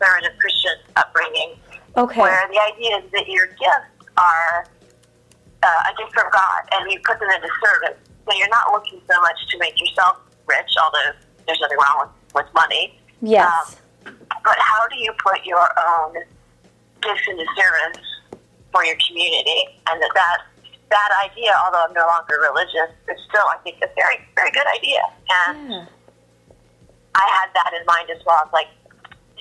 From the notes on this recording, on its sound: Take a listen to my phone call